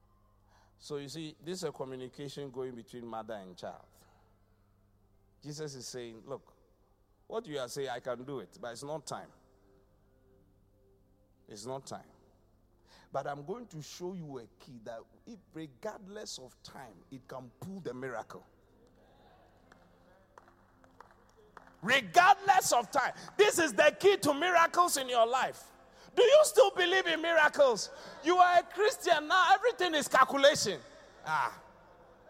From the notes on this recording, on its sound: Preached at the Qodesh